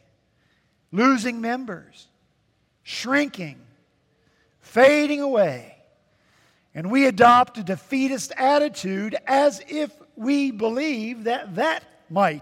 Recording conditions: large echoing room